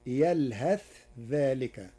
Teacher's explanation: قرأ ورش كلمة يلهث بالإظهار وصلا، وهي من لغات العرب، فتصير يلهث ذلك.